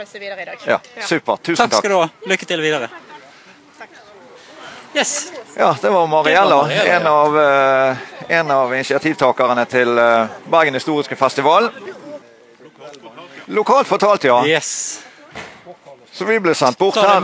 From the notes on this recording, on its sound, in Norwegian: Livesending fra Bergen historiske festival. Tok vi med oss mikrofoner og kamera og gikk rundt på Bergen historiske festival. Her traff vi mange festivalstemte deltakere og bidragsytere, og vi fikk tatt oss en prat med flere av dem.